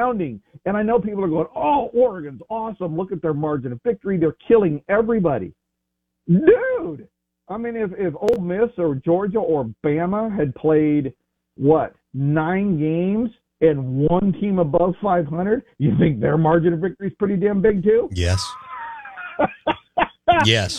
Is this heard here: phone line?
yes